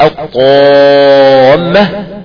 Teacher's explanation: الألف المادية دي مفخمة قولا واحدا نسبة إلى الطاء التي قبلها، فهذه الألف المفخمة هي من الحروف الفرعية. · Term: الالف المفخمة